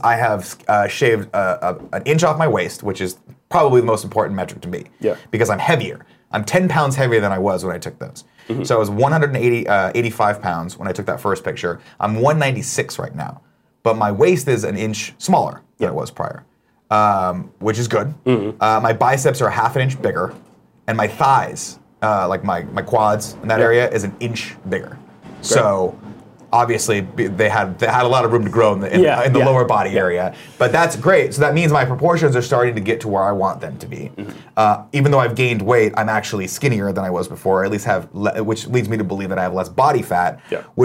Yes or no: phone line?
no